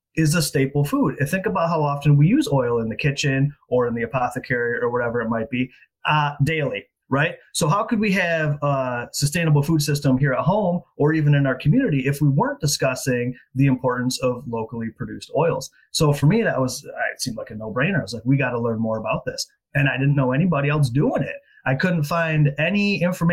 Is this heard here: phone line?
no